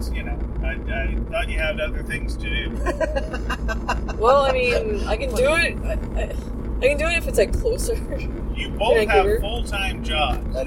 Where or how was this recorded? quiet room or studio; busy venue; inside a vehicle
inside a vehicle